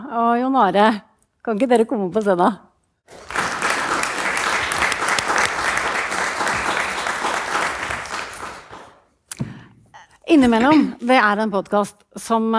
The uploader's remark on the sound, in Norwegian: Live fra: Researchers Night